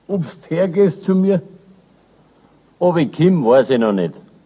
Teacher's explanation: In Ob erhält sich der Konsonant, auch wenn er vor einem Vokal zu einem W aufweicht.